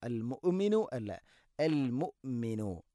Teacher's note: ഹംസയുടെ ഉച്ചാരണം കൃത്യമാക്കണം. തൊണ്ടയുടെ താഴെ ഭാഗമാണ്. എന്നാൽ ഖൽഖല വരാനും പാടില്ല.